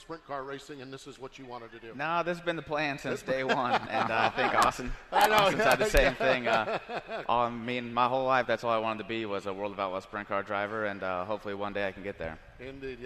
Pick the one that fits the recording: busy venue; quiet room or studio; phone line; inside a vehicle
busy venue